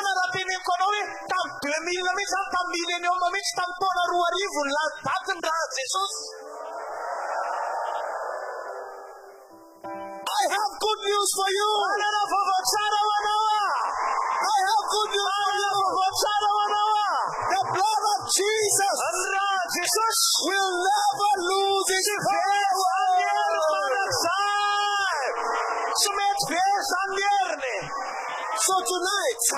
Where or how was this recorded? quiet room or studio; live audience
live audience